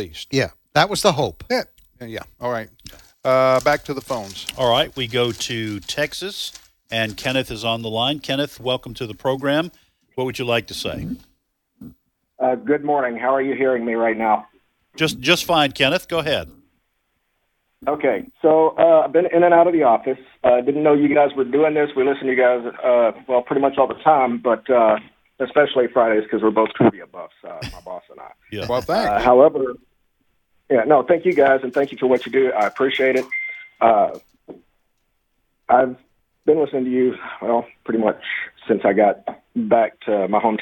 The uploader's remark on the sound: Take Phone Calls From Military Listeners